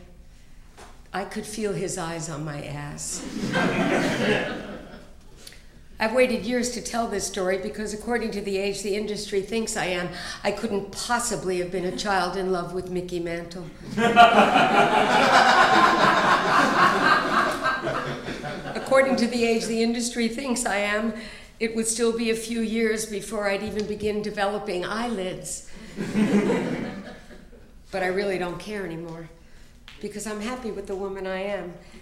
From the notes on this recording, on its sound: Recorded at the Comedy Central Stage at the Hudson Theatre in Los Angeles.